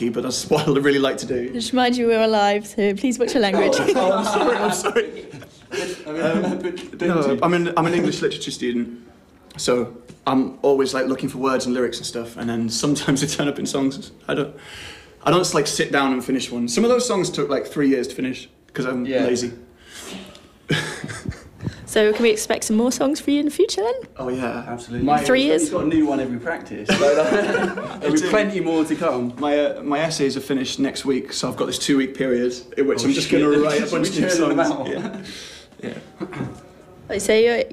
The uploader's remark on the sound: live coverage of Strawberry Fair’s annual battle of the bands, live from Cambridge Junction